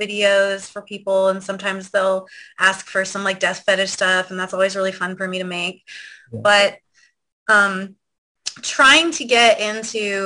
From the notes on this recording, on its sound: This Zoom Show interview we did with her on 4/3/2022